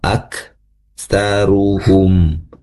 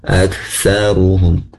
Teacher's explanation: Jadi ada, bisa dirasakan ada hembusan napas ya, keluar ak saruhum ya, bukan aksaruhum ya, sempurnakan napasnya ya, karena hak dari sifat apa dari huruf kaf ini memiliki sifat hames, yang mana hames itu dari segi napas mengeluar itu berhembus napas sedikit · Shown in: first take